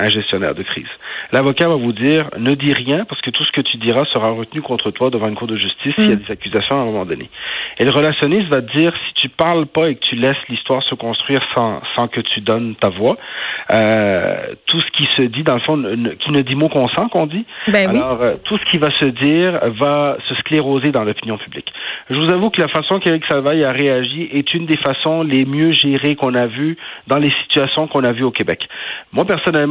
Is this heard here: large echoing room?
no